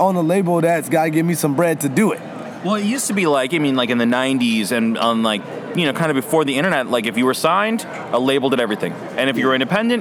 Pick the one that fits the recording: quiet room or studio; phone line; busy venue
busy venue